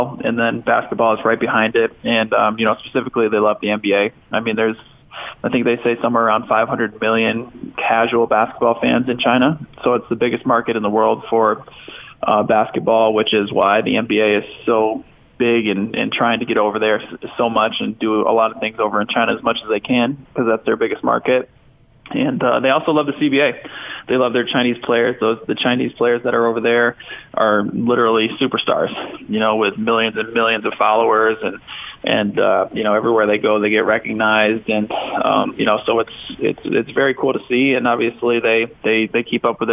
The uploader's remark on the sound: called in to the show